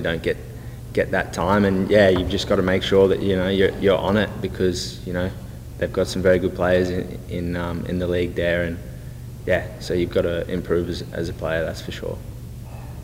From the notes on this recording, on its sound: spoke to the media during his press conference in Dallas